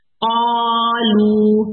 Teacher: کیا ہم نے پڑھا، اگر خالی واو سے پہلے ضمہ یا پیش آئے تو یہ واو مد کہلاتی ہے. قالو، تو لو کی سٹریچنگ جو ہے دو حرکت ہے